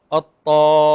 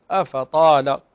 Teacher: فالطاء هنا مشددة تكون أقوى من الطاء الغير مشددة